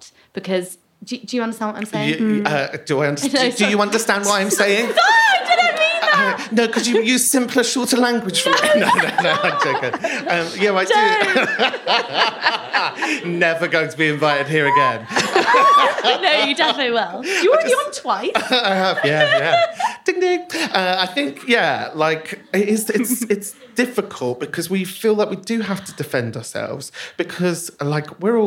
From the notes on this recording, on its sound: Recorded live at the Boulevard Theatre in SoHo.